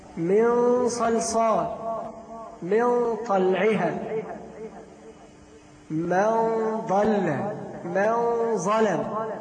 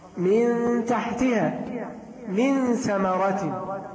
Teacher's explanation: تكون غنة مفخمة ومستعلى مع الحروف الخمسة الصاد والضاد والطاء والظاء والقاف، وترقق مع العشر الباقي · Term: الإخفاء